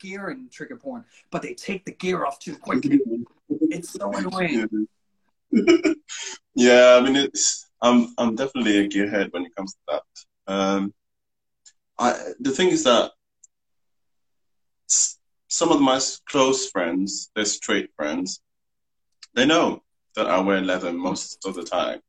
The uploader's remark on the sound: Recorded on 18 July 2020 on Instagram Live